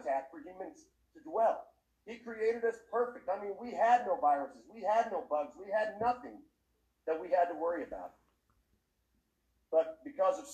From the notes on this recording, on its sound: The sound quality is a little sketchy on this one, sorry folks.